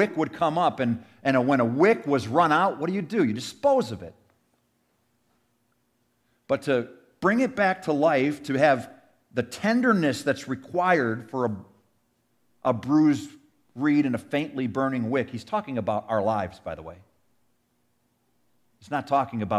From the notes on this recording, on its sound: Sermon audio from our 2023 Easter Sunday service.